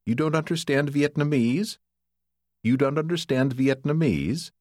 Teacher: Đôi khi, người Mỹ chỉ lên giọng để đặt câu hỏi.